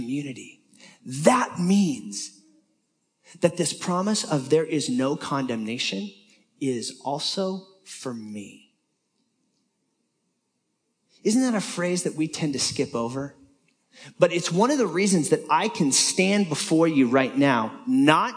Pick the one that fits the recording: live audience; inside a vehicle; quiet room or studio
live audience